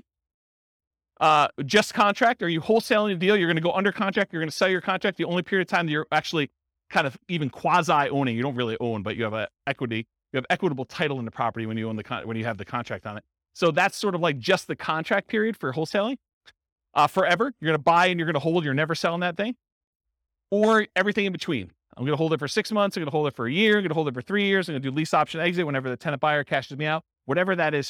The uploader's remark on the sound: This was a live class recorded